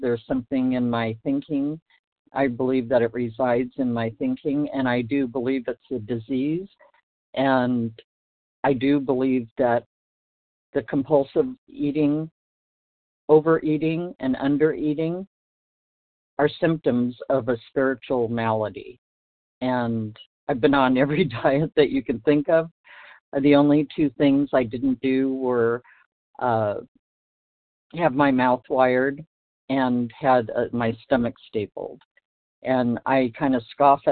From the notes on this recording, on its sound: From the 100 Pounders Phone Meeting, 9/6/23.